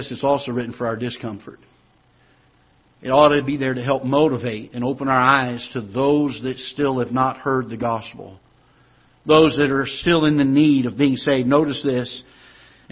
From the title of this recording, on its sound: Ketha Heights Baptist Church ~ Live Broadcast